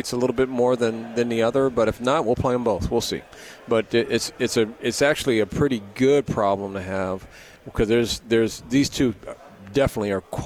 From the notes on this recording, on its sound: LIVE from Pac-12 Media Day in Los Angeles, CA.